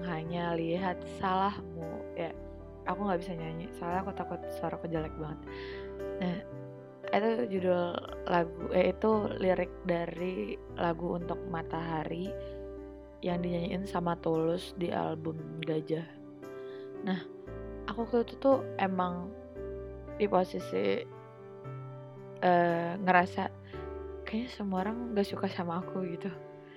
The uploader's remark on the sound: i'm sorry but i didn't realize that my audio was quite low because i was using a headset.